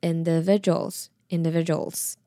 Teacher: 它的 D 可以比较想成是 J 的发音